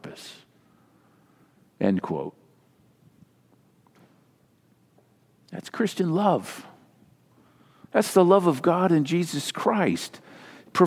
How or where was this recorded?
large echoing room